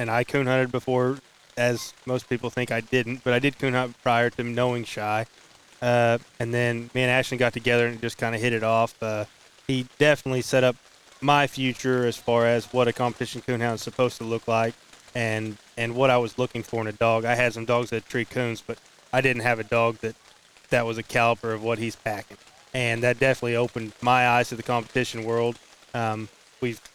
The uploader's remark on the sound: In this special episode recorded at Autumn Oaks. On site at Autumn Oaks.